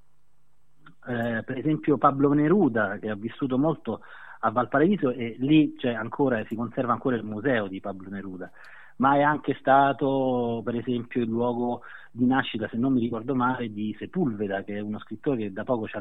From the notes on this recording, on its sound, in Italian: Al telefono da Santiago del Cile.